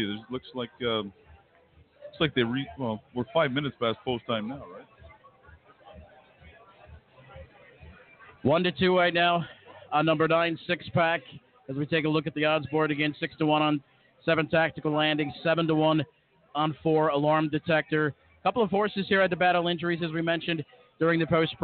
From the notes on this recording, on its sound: Live from The Meadowlands. With coverage of the 2018 Hambletonian, live from Meadowlands Racing and Entertainment in New Jersey.